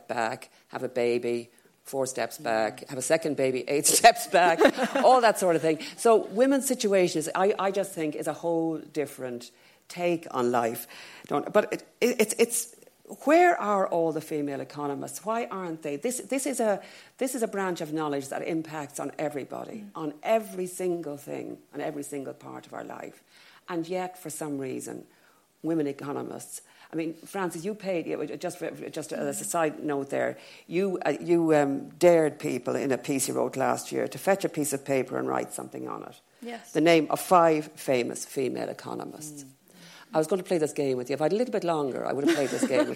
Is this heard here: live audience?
yes